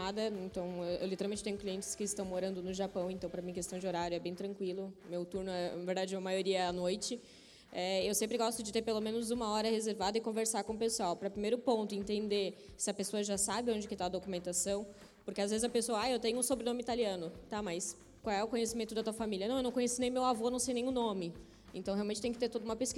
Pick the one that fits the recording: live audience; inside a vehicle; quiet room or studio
live audience